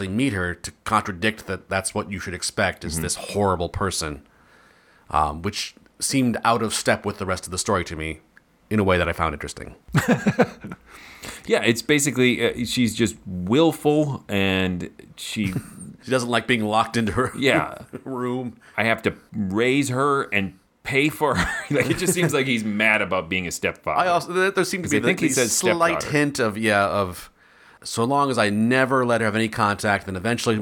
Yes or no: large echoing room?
no